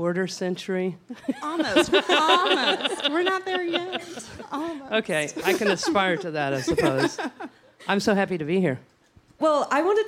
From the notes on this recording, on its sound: For a live podcast taping in Austin.